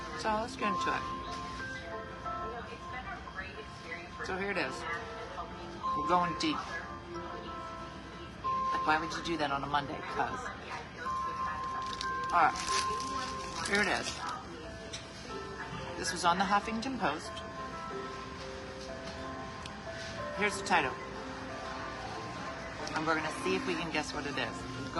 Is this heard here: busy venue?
yes